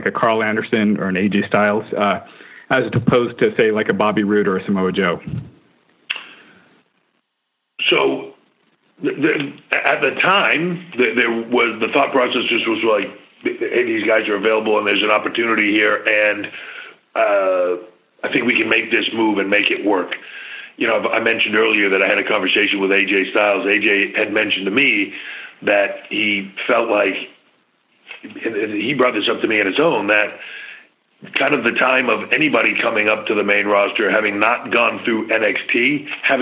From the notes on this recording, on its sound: Customary pre NXT Takeover Conference Call.